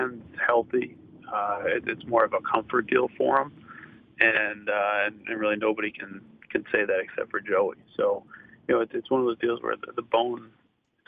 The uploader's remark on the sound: called